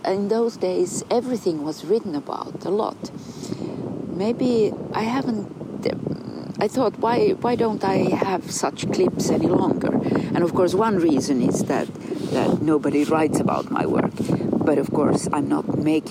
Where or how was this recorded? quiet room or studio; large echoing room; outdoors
outdoors